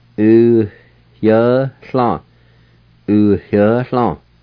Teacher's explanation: there's an H sound right between the U and the Y at the very beginning